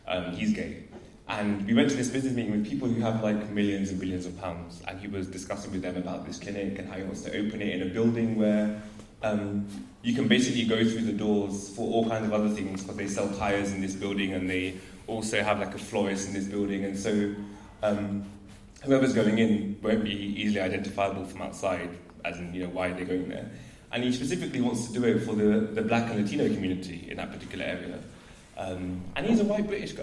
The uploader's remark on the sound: This was a panel discussion at the graduation show